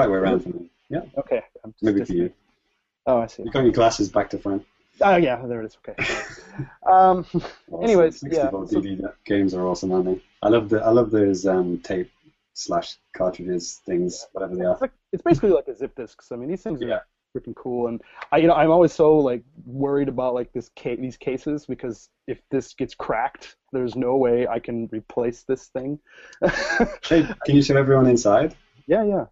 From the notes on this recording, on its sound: brought the podcast live via Google Hangouts On Air